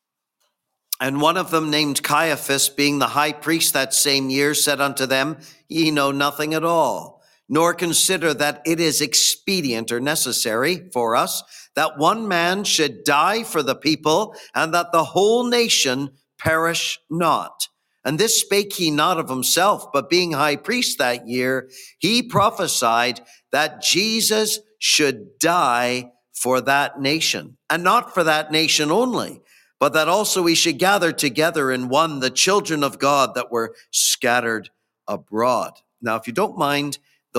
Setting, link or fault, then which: setting, large echoing room